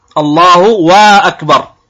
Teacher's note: بعضهم قد يزيد واوا بين الله والتكبير، الله وأكبر